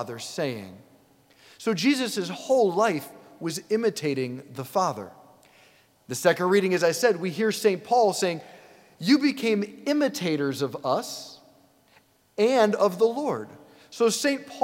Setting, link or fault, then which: setting, large echoing room